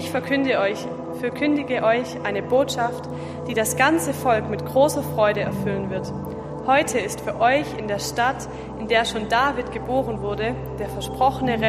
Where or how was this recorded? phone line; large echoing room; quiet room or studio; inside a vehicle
large echoing room